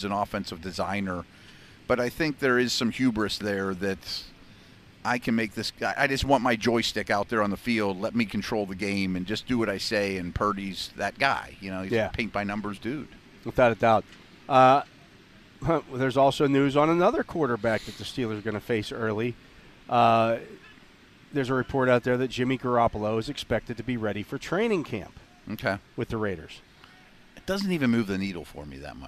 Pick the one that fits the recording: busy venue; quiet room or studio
busy venue